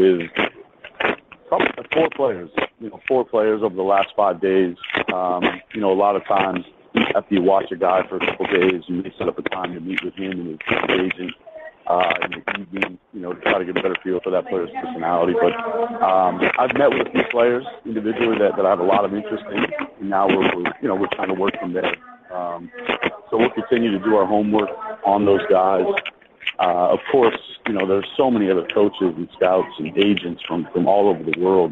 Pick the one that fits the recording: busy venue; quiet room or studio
busy venue